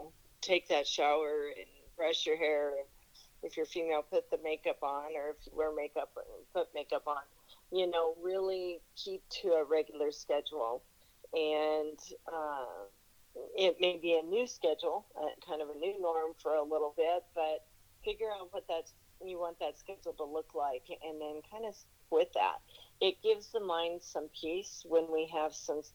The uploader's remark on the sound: Talk over the phone due to the coronavirus pandemic.